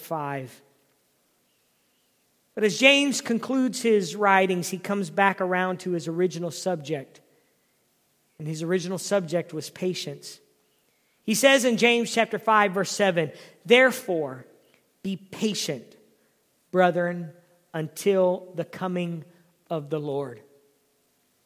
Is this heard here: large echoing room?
yes